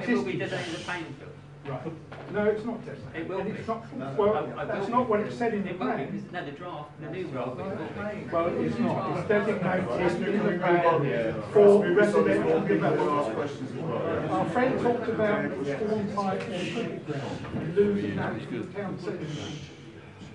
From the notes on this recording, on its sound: full AUDIO from the HUISC Fan Forum meeting